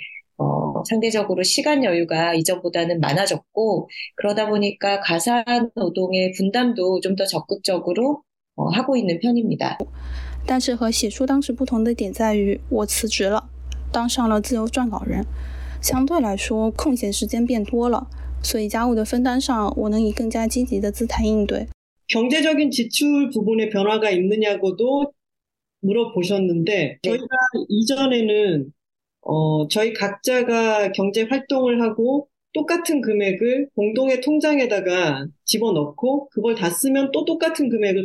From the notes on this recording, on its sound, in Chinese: 连线采访